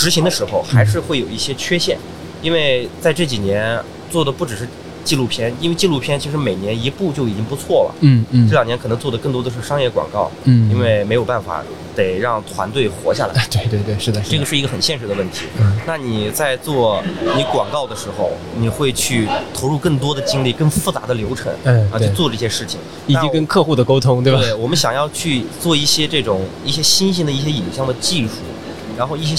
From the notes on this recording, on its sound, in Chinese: 越·野Talk来到OUTDOCS中国国际户外影像嘉年华在佛山的现场，进行了长达12小时的播客直播录制。我们将这些现场录制下来的音频发布在这里。